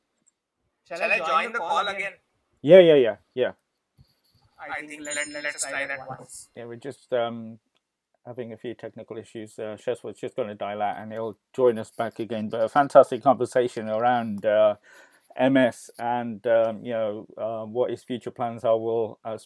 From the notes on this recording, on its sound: We did have some technical issues as a result of which the show ended earlier than normal.